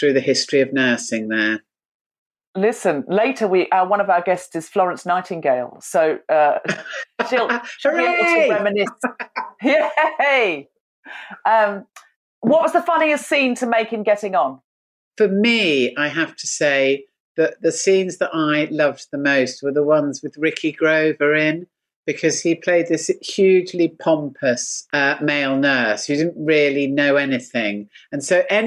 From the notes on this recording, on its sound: Recorded 4 March 2021 via Zoom.